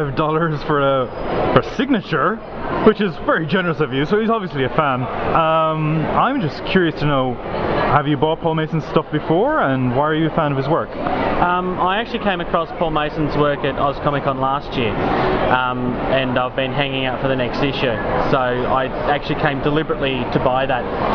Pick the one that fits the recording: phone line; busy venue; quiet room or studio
busy venue